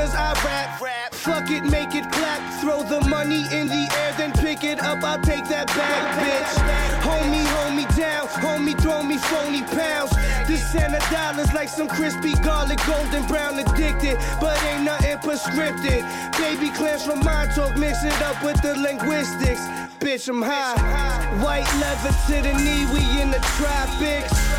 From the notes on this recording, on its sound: Originally broadcast live on November 21, 2016 from the storefront of The Late Late Bar on Houston Street in New York City